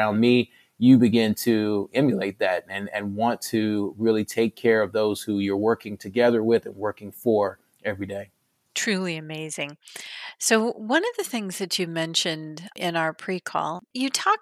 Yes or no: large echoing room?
no